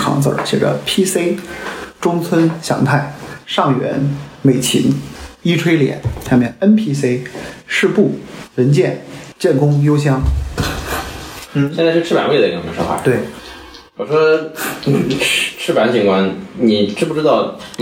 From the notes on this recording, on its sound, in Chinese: 因为这次跑团时录制的设备并不专业，再加上环境和大家散座的位置，音质会比较差，调试之后改善不大。